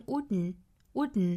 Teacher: 同样 wouldn't 这个单词呢是有一个鼻爆音在里面的